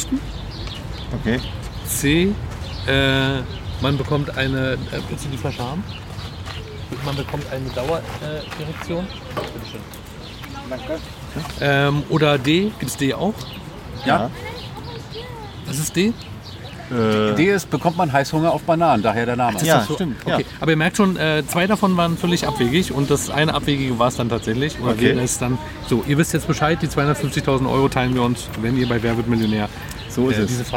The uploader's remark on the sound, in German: Wir haben die Aufzeichnung am Engelbecken diesmal live als Video auf Instagram gestreamt!